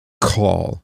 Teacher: Pronounced with the full glottal shock of the letter Q, the word mimics the sound of thunder, which is, in fact, what the noun refers to in this psalm.